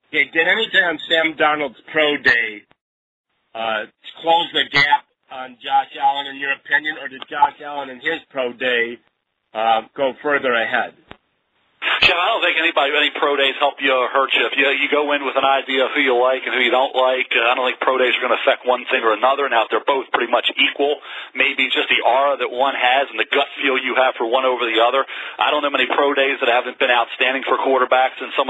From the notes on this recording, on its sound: NFL Draft Conference Call.